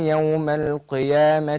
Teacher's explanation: القيامة تاخد أدنى درجات التفخيم